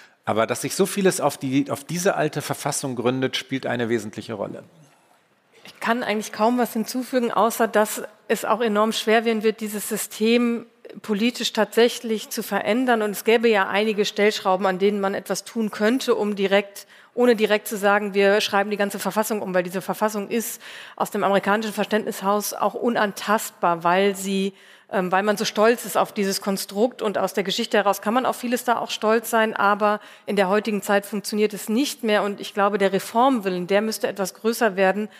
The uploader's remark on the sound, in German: Mitschnitt der Livefolge des transatlantischen Podcasts, aufgenommen beim großen Podcast-Festival von ZEIT ONLINE. April in Berlin. Außerdem sprechen wir mit Hörerinnen und Hörern.